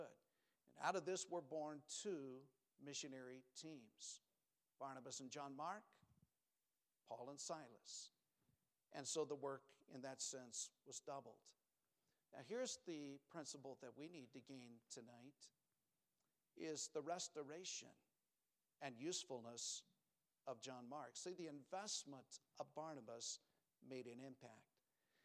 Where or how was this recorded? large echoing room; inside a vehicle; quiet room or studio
large echoing room